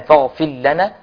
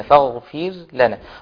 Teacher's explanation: فحفص له إظهار الراء هنا · Shown in: second take · فاغفر لنا. وأيضا بعض الناس بتفخم الراء هنا وإن الأصل فيها فاغفر لنا والأصل فيها الترقيق.